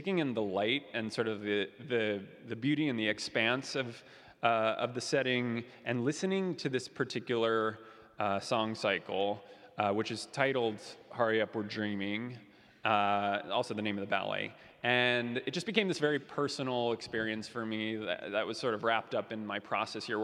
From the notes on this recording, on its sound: LIVE from San Francisco Ballet's Unbound Festival in a live “Meet The Artist” event before the opening night of San Francisco Ballet's Unbound Festival.